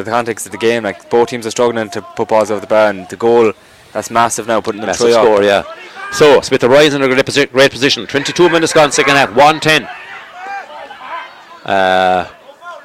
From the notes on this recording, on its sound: Outside broadcast